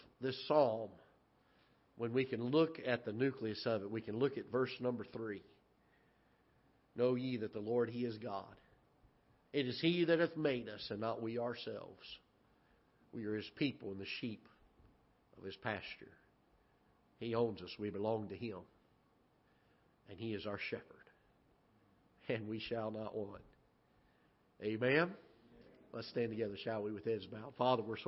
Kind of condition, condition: setting, large echoing room